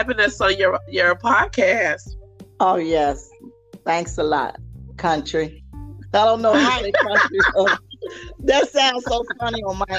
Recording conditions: drop-outs